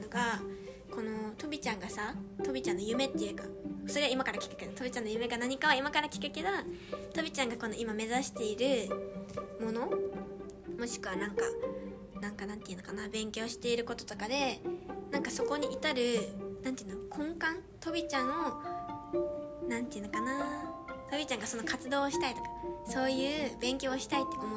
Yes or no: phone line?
no